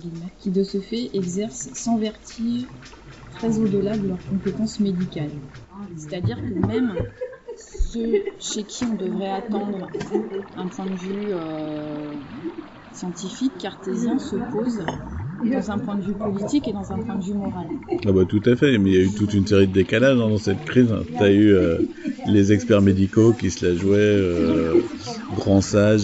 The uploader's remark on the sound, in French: Réalisé par l'association les Sémiocrites Associés , enregistré le 11 février 2022 au Bar du Manoir de Taden (22).